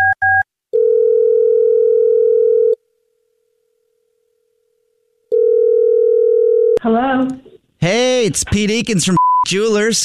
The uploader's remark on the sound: A Jubal Phone Prank. Phone prank style. The trio calls a guys wife.